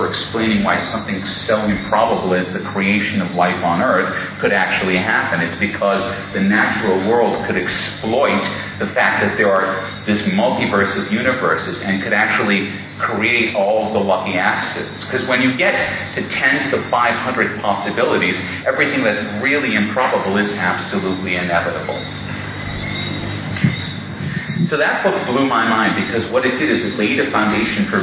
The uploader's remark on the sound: In this talk that was delivered at the 2002 Mind States Conference held in Jamaica.